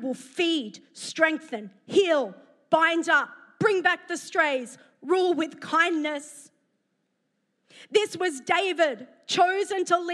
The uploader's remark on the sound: preached at Neuma Church Melbourne City Location